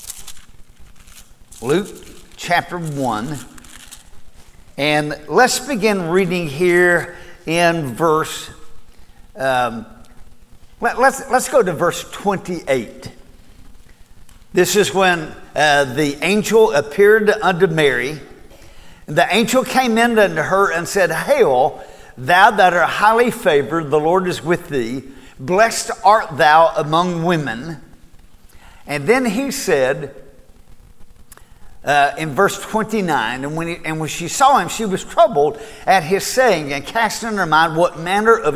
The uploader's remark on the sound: Recorded at Cornerstone Church